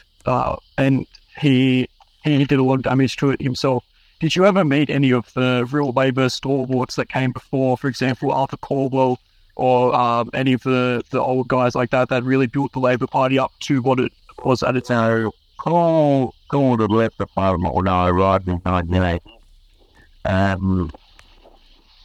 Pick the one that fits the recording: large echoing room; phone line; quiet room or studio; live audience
phone line